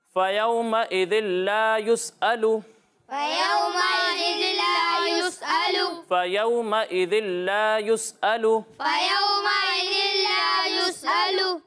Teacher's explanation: ٹھیک ہے پیارے بچوں، اس بات کا خیال رکھنا ہے کہ دال میں سیٹی کی آواز نہیں آئے گی اور سین میں سیٹی کی آواز آئے گی